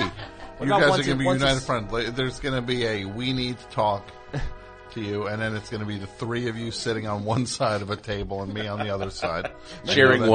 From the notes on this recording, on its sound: Completely unscreened phone calls moving at a rapid fire pace!